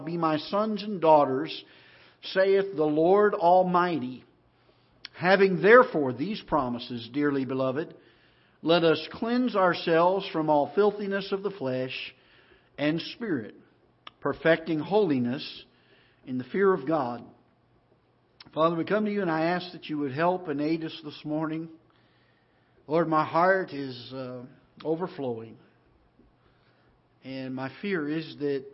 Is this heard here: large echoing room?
yes